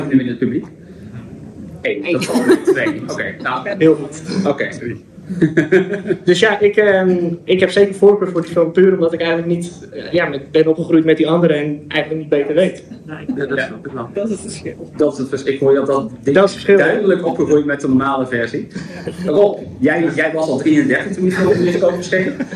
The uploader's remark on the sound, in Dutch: Werd in Pathé Amsterdam Noord Echo Base Charity Con gehouden, een Star Wars-evenement waarbij de netto-opbrengst werd gedoneerd aan Make-A-Wish Nederland. Met diverse gasten bekend uit de films, heel veel fans, merchandise en gezelligheid, kregen wij de unieke kans om als eerste een panel te mogen hosten voor het grote publiek. Deze podcast aflevering bestaat dan ook uit de volledige opname van dit panel.